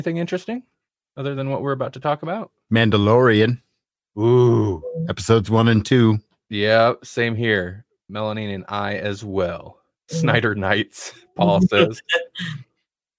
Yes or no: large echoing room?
no